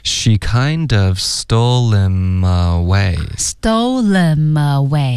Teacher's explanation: 这个可以读成 lim， stole himaway，可以的